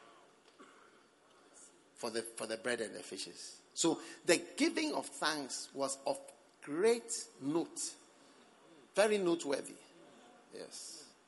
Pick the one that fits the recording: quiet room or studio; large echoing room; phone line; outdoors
large echoing room